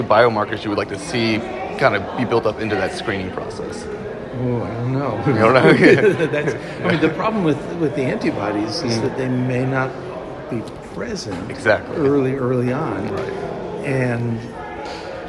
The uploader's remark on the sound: recorded during IDS Paris 2023